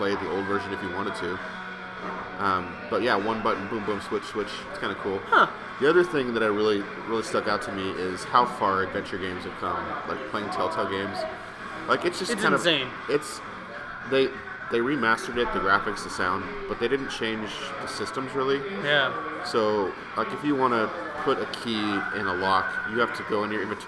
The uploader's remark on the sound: we are live from another brewery